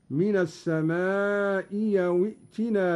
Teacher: قرأ قالون بإبدال الهمزة الثانية ياء